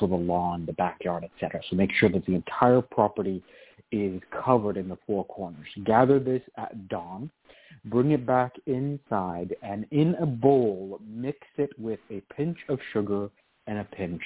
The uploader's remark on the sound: The Lucky Mojo Hoodoo Rootwork Hour is a real, live call-in show where the general public gets a chance to ask about actual problems.